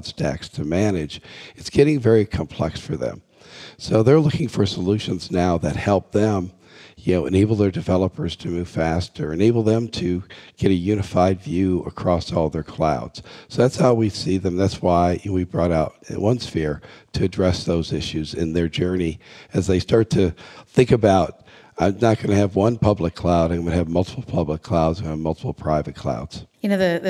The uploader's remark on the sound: joins us live from HPE Discover 2017 in Madrid.